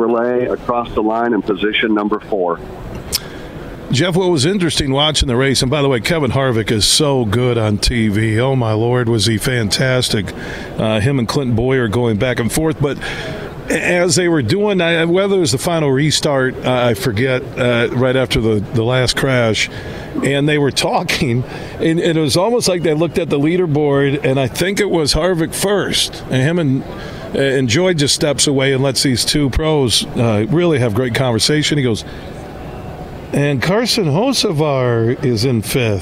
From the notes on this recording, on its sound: Today we're broadcasting live from the Grand Rapids Boat Show happening all weekend at DeVos Place in Downtown Grand Rapids. Throughout the show we were joined by some of the great folks connected to the boat show to hear all about what they have to offer this weekend.